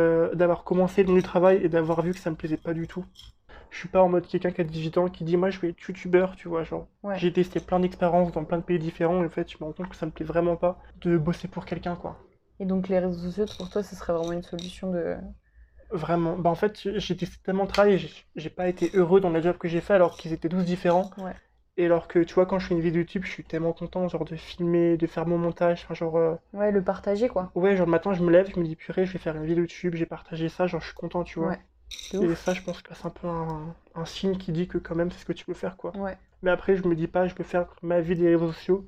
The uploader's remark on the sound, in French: Tout ça autour d'un atelier créatif, les perles ! (d'où le bruit de fond lol).